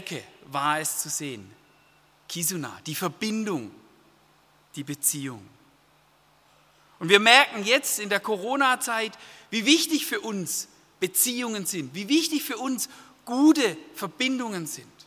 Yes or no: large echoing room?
yes